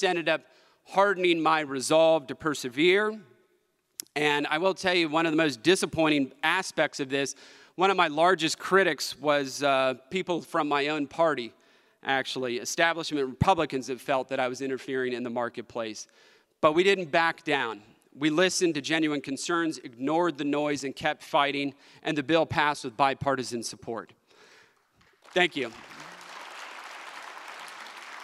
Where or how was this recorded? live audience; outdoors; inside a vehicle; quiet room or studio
live audience